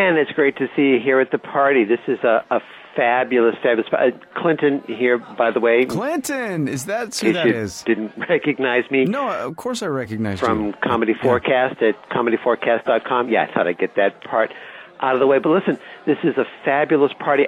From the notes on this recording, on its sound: I invited friends of the show to send or phone in some audio